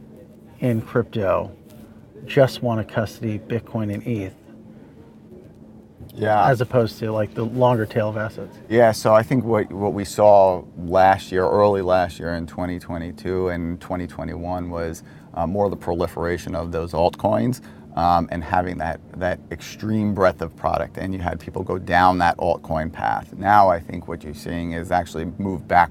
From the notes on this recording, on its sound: recorded at Paris Blockchain Week 2023